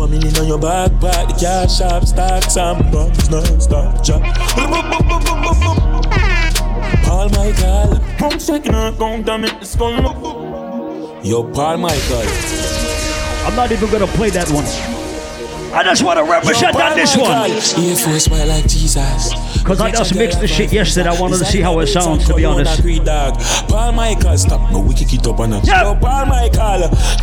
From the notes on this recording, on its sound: Live audio recording of my set at Margarita Fridays in the Bronx.